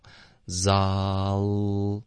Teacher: all 是不对的，不是动嘴唇的，是顶舌头